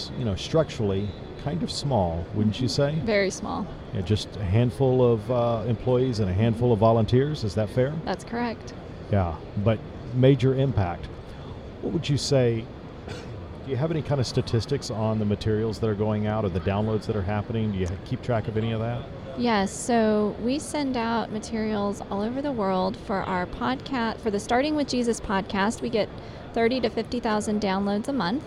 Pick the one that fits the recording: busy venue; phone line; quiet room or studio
busy venue